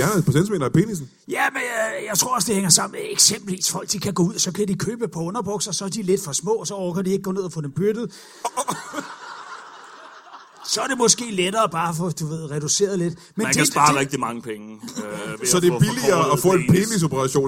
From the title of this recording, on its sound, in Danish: LIVE fra Comedy Zoo Aarhus